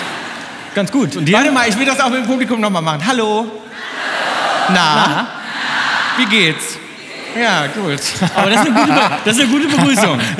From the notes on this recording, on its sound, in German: Unter donnerndem Applaus betreten die beiden die mit Rollrasen und Gartenzwergen bestückte Bühne der Elbphilharmonie in Hamburg! Live-Episode in der Elphi.